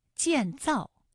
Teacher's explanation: 都是四声组合的词语，读起来呢很容易读得生硬，因为它都是降调